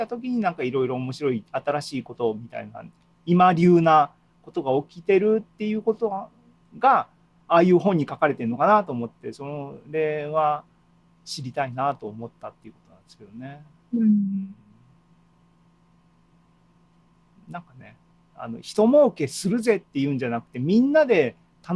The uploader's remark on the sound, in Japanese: ZOOMライブの模様です。